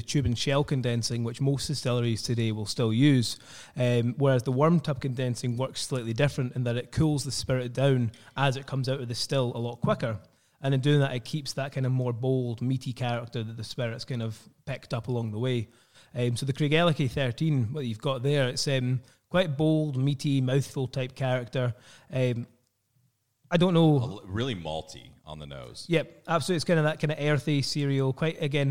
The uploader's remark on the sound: on location in Aberfeldy, Scotland at the Dewar's Aberfeldy Distillery